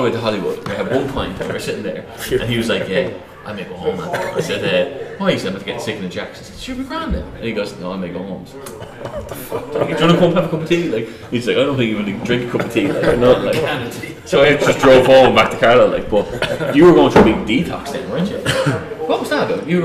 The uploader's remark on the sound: This podcast was recorded in the High Cross Inn, Moone, Co. Kildare during Christmas 2023.